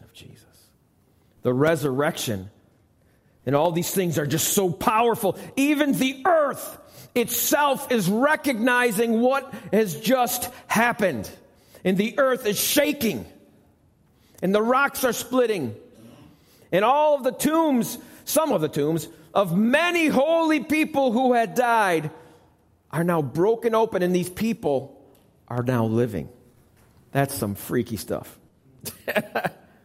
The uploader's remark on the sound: Recorded live at the Alabama Full Gospel Fellowship church.